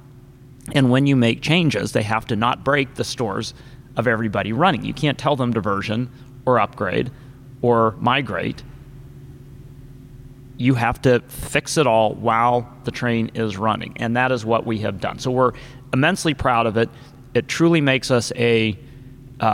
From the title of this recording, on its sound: Live from ShopTalk